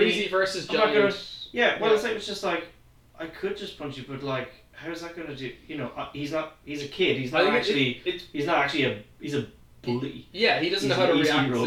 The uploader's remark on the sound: The editing is a bit rough and the sound could be improved.